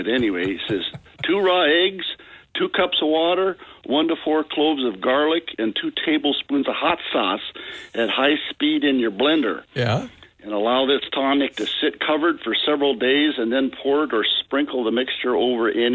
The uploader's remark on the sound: Open Phones